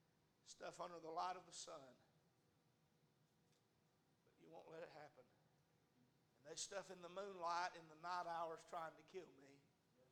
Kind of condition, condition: setting, large echoing room